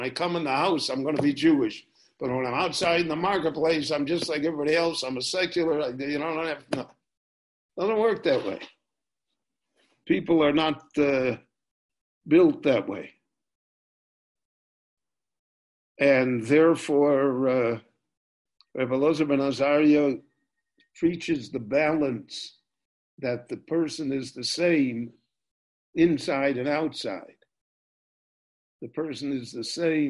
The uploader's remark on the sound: This lecture was recorded LIVE via Zoom in Jerusalem on July 19, 2020.